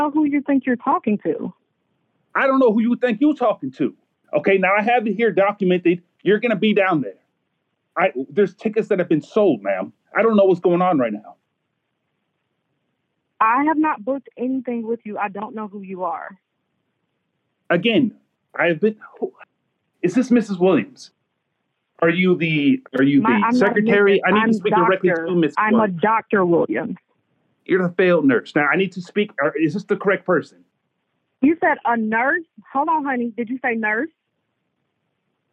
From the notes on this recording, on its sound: annoying people on the phone and showing up to Zoom conferences that we weren’t invited